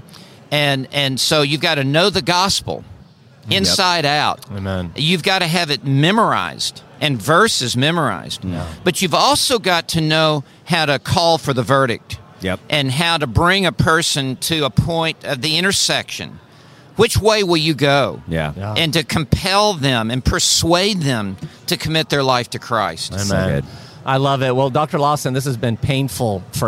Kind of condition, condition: setting, busy venue